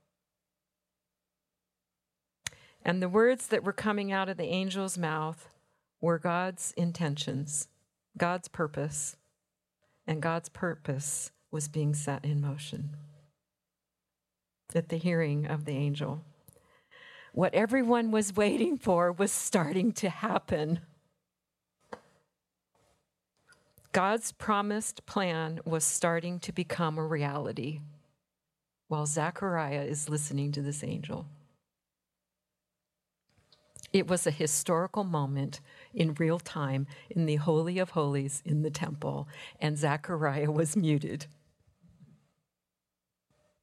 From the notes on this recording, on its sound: We have a special compline service this week, recorded on December 15 and 16 in our Renewing Chapel in Mill Creek, WA.